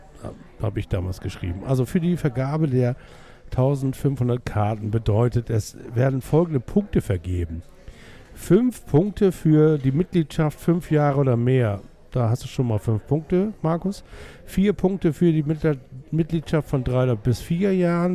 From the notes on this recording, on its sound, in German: Live aus er Taverna Plaka in der Schanze.